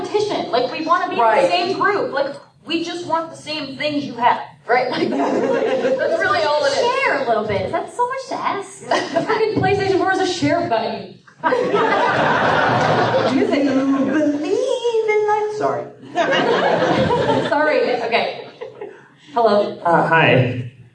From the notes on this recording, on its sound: The F-Word panel at PAX Prime 2014.